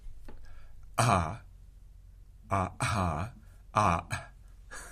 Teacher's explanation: So the argument here, though, is that you could say a completely unvoiced and aspirated ah, ah. I'm really going heavy on the aspiration. That's clearly unvoiced, like ta.